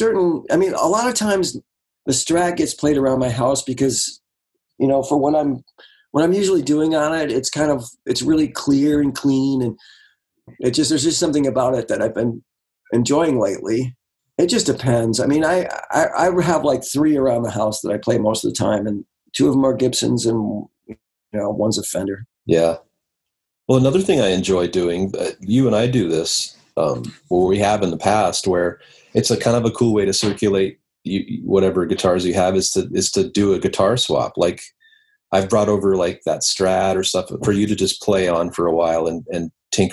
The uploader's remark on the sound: remote ZOOM